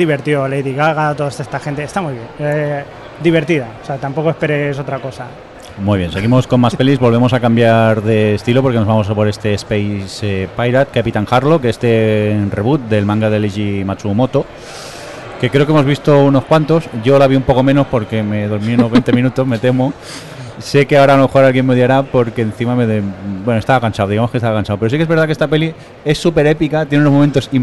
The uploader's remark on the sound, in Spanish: Hemos sobrevivido a otra edición del Festival Internacional de Cinema Fantàstic de Catalunya. Sitges 2013 y como le hemos cogido el gusto, hemos vuelto a grabar el podcast desde el festival. Hemos montado el equipo en el hall del Hotel Meliá Sitges, justo al ladito del Auditori.